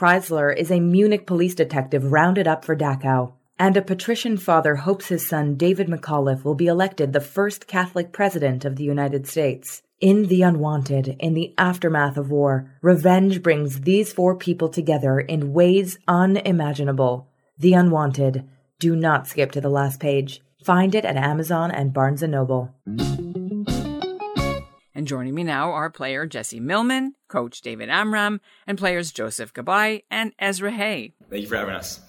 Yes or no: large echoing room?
no